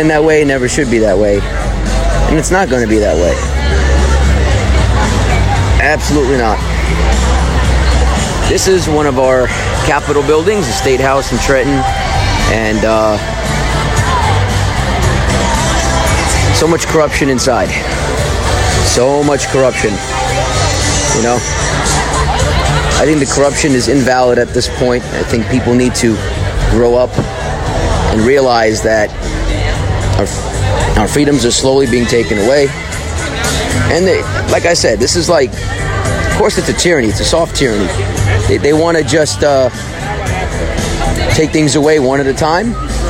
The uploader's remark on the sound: Anti Tyranny Rally Live in Trenton, NJ. Does his live feed down in front of the Statehouse.